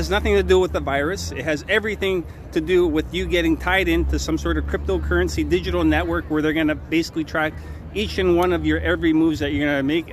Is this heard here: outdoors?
yes